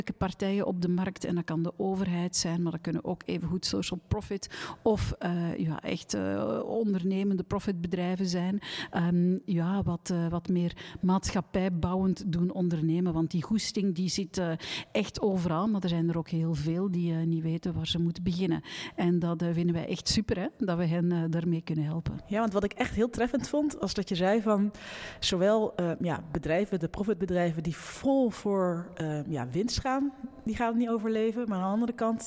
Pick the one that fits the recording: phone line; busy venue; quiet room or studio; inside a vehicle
busy venue